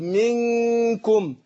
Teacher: بجهز للكاف بعد، أقول منكم، والغنة مقدارها هي حركتين، لكن ما قلتش منكم كده اخطف على طول، لا.